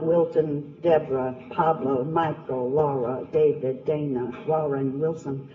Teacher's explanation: most names are trochees, where you have the stress and then unstressed